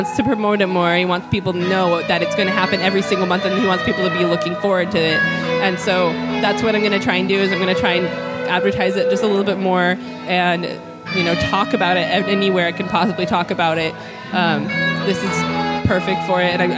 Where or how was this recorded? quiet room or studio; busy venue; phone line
busy venue